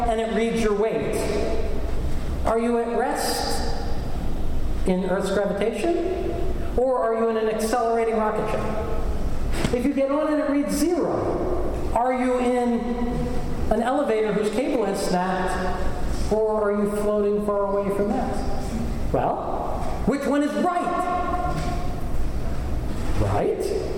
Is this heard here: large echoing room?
yes